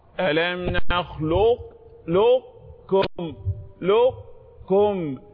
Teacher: هناك أثر للقاف وهي صفة التغليظ التفخيم · Term: إدغام نقص